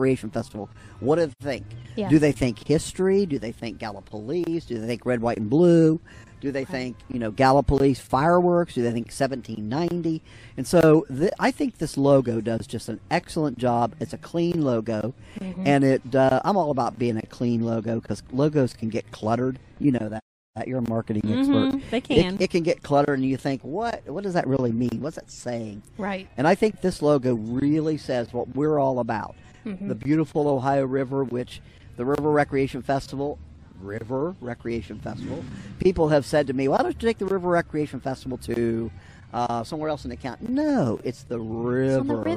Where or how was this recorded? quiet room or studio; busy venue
busy venue